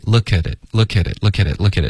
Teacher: 他们可以发得更软没有爆得那么用力